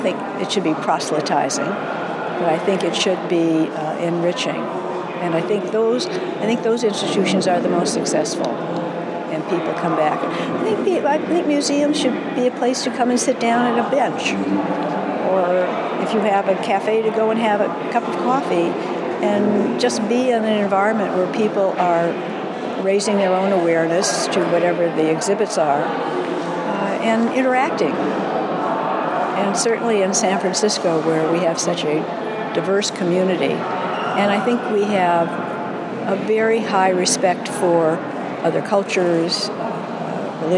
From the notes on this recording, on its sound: We’ll join a media preview tour of San Francisco’s new Contemporary Jewish Museum. We’ll join a media preview tour of San Francisco’s new Contemporary Jewish Museum.